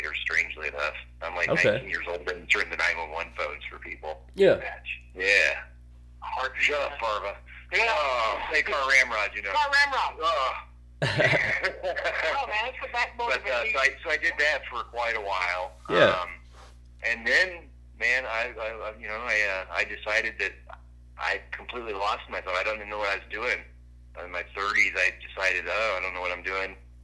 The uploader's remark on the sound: burnt the phone lines